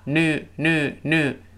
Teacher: 但美音中呢，把那个耶去掉，只剩下一个 u